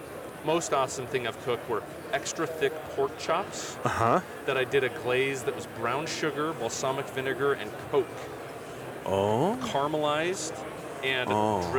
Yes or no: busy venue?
yes